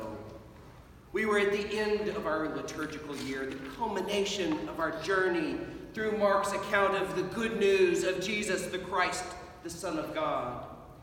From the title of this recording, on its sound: Sermon at Holy Trinity Anglican Church on the First Sunday in Advent 2021